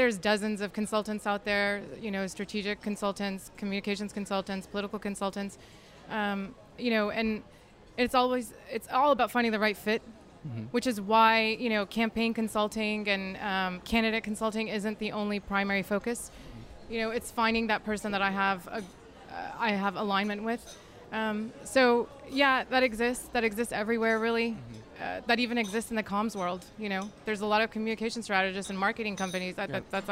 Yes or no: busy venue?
yes